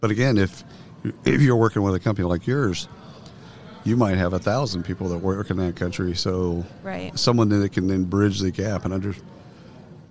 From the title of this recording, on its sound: Live from SHRM 2022